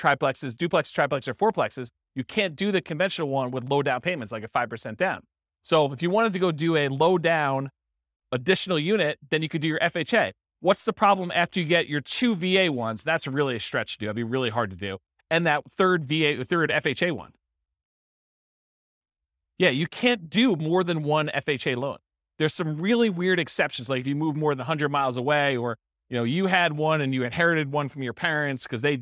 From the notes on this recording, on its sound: This was a live class recorded.